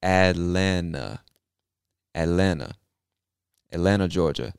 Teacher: there are two T's in this word, Atlanta. We don't pronounce either one of them